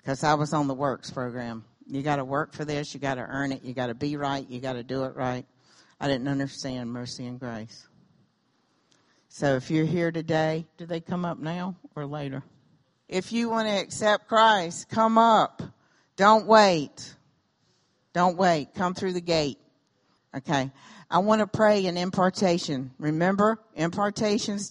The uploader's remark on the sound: recorded during Sunday morning worship on June 25, 2017 at Celebration Life Family Church.